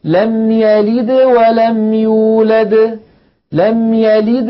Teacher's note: يعني مثلا لما يقول الفم قل هو الله أحد أحد ليس بعد الدال حرف، فالدال وقلقلتها تخرج واضحة جلية، لكن لما يقول الفم لم يلد ولم يولد، لم يلد، ولما ينطق الدال يلد الفم مباشرة يريد أن يتهيأ إلى الواو التي بعد الدال، فلذلك القلقلة تكون أقل وضوحا من ولم يولد الدال الثانية التي وقفنا عليها.